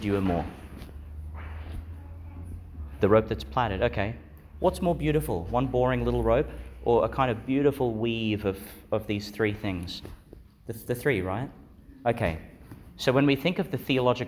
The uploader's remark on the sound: With some of the St John the Baptist Primary School community, delivered in Our Lady Star of the Sea Church, Gladstone, Qld.